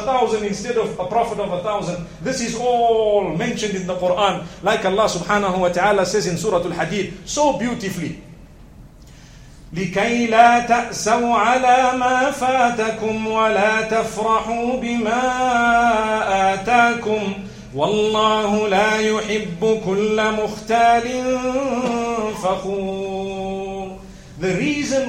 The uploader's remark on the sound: Todays Jumu&#8217;ah Lecture from Masjid Al Falaah in Harare, Zimbabwe